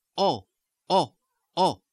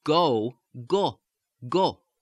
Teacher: it's going to be not a diphthong. It's going to be more of a one-stage vowel. · Shown in: first take